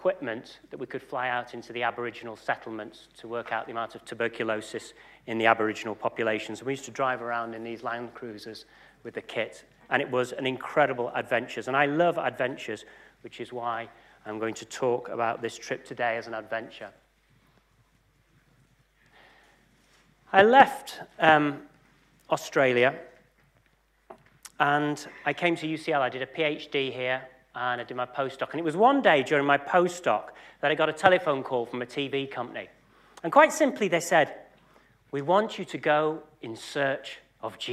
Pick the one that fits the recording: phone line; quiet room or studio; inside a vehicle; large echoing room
large echoing room